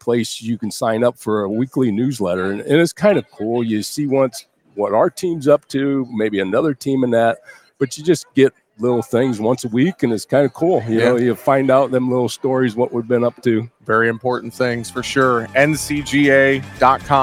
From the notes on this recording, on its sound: we broadcast live from the Cattle Industry Convention and NCBA Trade Show in Orlando, FL